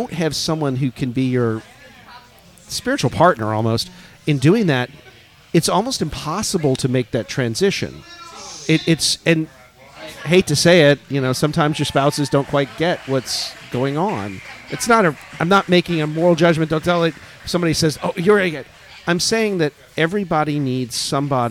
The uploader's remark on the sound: FROM GONZOFEST. Live interview from Louisville.